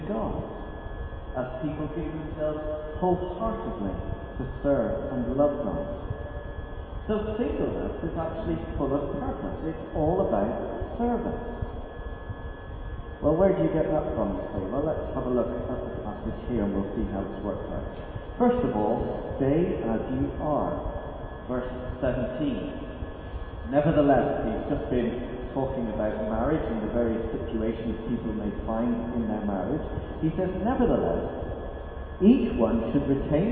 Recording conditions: poor sound quality